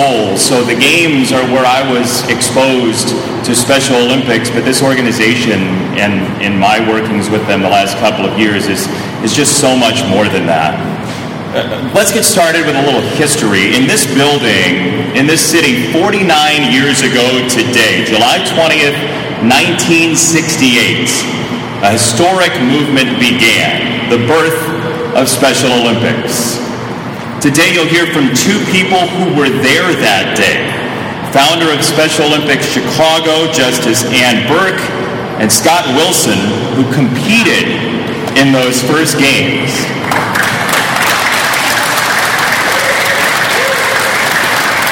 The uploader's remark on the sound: LIVE From Solider Field in Chicago. A best of live recap of the kick off for the Special Olympics 50th Anniversary Celebration at Solider Field in Chicago.